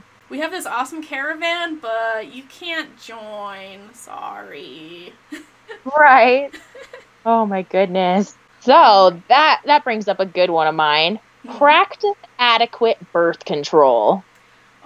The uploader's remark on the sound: I apologize about the audio quality in this episode